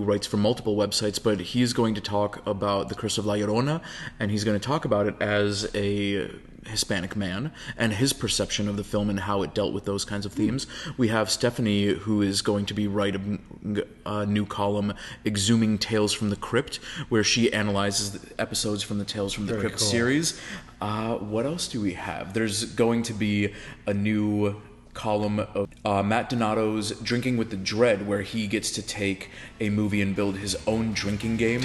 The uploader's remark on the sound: thanks to a mild change in venue, the audio of this episode comes with a bit of an echo